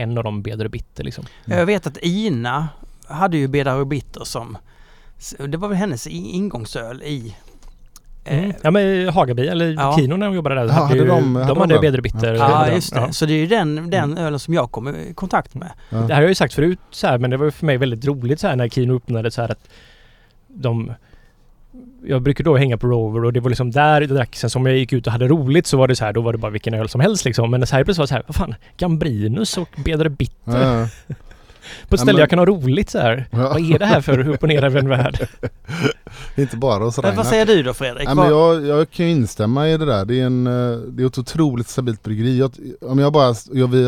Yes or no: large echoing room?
no